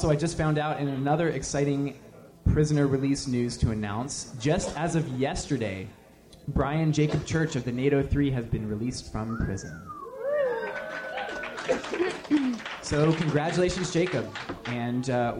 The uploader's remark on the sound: Live from the Carrboro Anarchist Book Fair! Recording an episode of the Ex-Worker in front of a live anarchist audience! Interviewed a wide range of participants from the book fair.